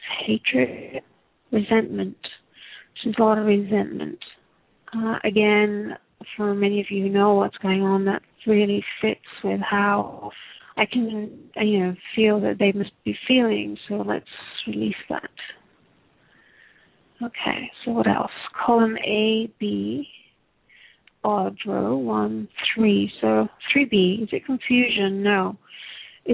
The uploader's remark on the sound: Takes your calls for healing live today!